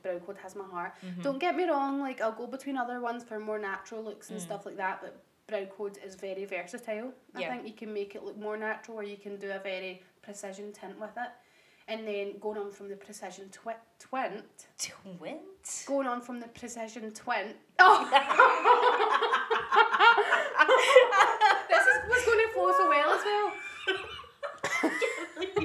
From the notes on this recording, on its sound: we are still getting used to our mics so please turn your volume up full for the best audio quality